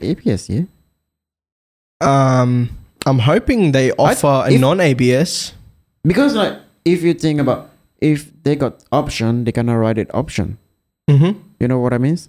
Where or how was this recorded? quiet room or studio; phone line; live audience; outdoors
quiet room or studio